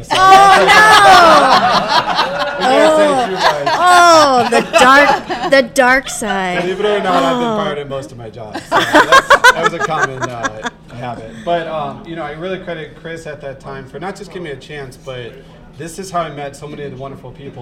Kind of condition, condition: setting, live audience